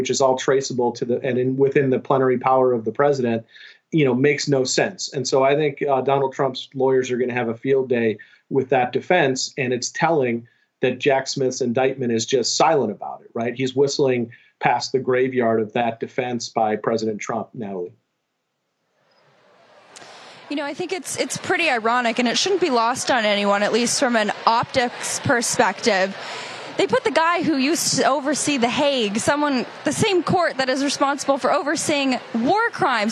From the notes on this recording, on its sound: Live From Turning Point Young Women's Leadership Summit